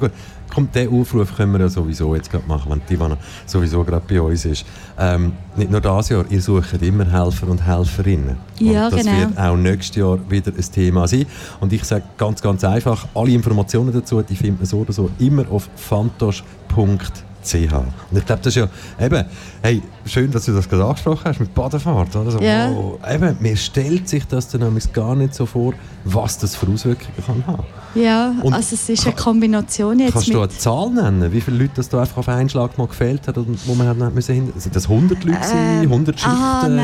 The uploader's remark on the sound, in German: Festivalausgabe live aus dem Merkerareal in Baden.